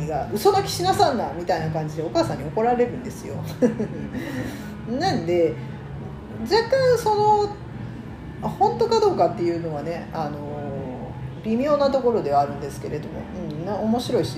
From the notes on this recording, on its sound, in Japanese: カラオケルームで収録してるので、バックに雑音がかなり入ってます